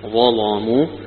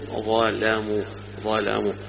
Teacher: الظاء مفخمة فخم اللام معها · Shown in: first take · كأنه إتباع في التفخيم، وله أيضا يقرأ كالجمهور ظلموا، ظلموا بالترقيق